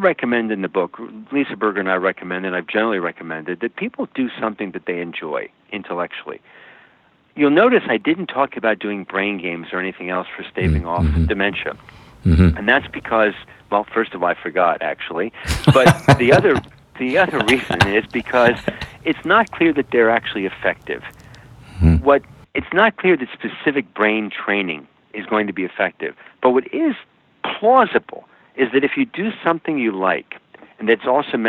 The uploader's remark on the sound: welcoming via internet phone to The Not Old Better Show